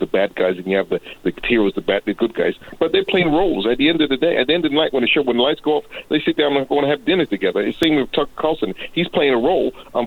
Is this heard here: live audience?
no